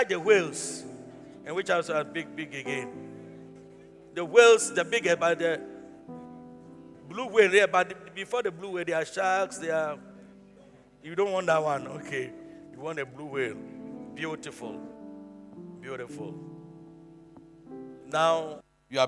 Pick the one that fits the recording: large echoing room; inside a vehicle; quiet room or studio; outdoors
large echoing room